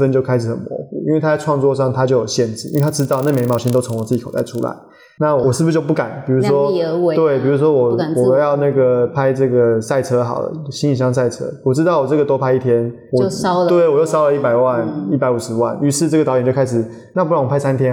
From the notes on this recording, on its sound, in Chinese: 麥克風有些小雜音